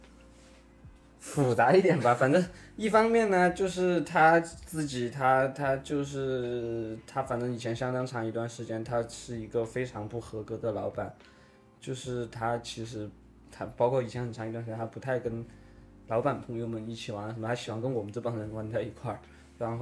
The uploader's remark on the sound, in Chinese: 本期录制时间是今年3月，彼时录音设备还没升级，4个人对着一个麦讲话，距离不一样，可能声音大小会有些波动，见谅～。